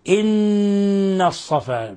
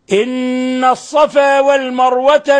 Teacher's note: قوله تعالى إن الصفا، نون مشددة، الحكم التجويدي إضغاء حرف غنة مشدد، نون مشددة الحكم التجويدي حرف غنة مشدد. إن الصفا، لاحظ كيف يلتصق طرف اللسان بأصول الثنايا العليا وتظهر غنة من الخشوم